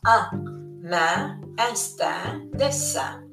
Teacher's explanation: ci danno il suono di E nasalizzato